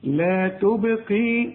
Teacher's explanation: قلقل الباء لأنها عليها السكون